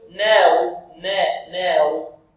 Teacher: يقلل أو يميل هذه النون فيقول ناو نا ناو، وهذا خطأ. · Term: تقليل أو إمالة